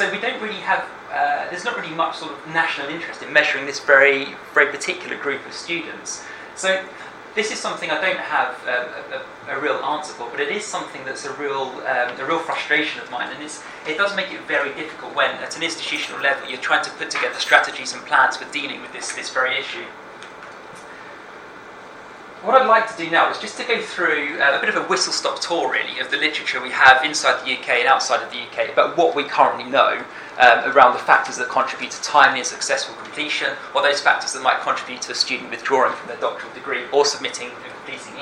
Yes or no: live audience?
yes